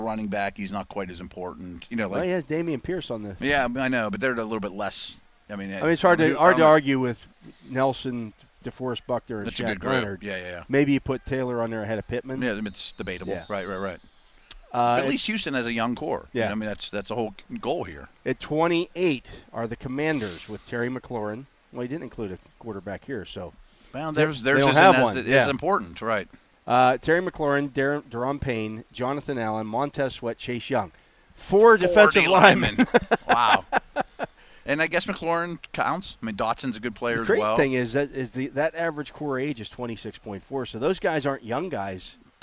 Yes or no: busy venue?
yes